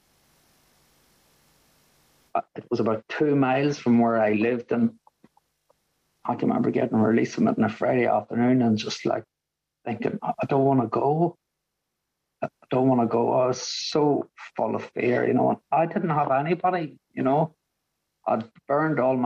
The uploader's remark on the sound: a meeting from the Magical Mystery Tour zoom group held at the beginning of January of 2023